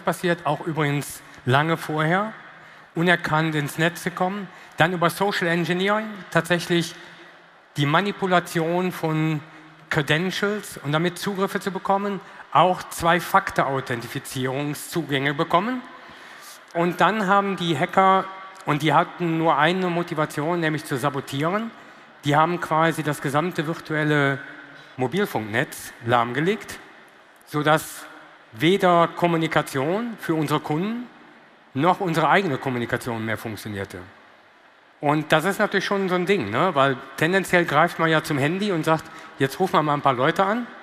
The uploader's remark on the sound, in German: Diese Bonusfolge ist ein Mitschnitt des Panels. Auf der Vodafone Red Stage der OMR. In Hamburg.